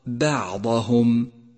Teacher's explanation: فتفخيم الباء هنا خطأ شائع · Term: ترقيق الباء